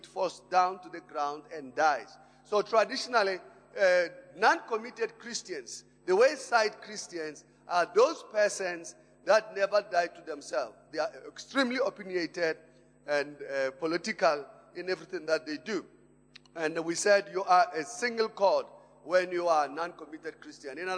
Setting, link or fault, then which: setting, large echoing room